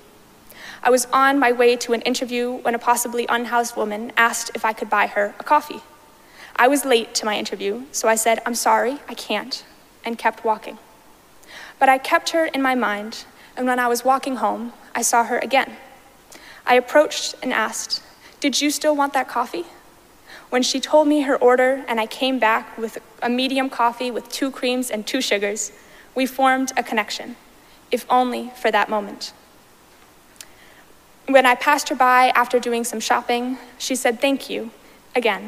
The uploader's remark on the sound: Recorded live at Arlington Street Church.